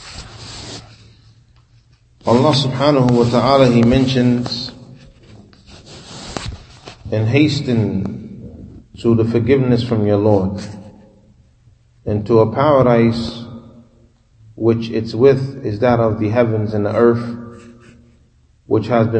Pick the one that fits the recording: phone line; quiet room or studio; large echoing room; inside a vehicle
large echoing room